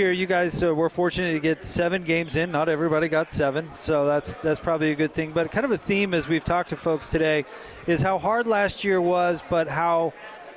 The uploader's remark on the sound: LIVE from Pac-12 Media Day in Los Angeles, CA